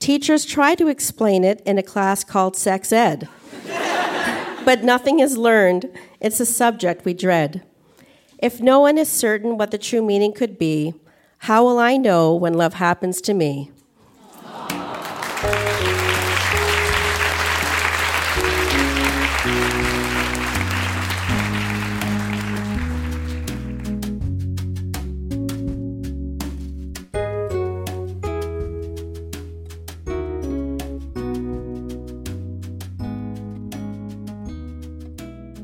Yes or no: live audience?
yes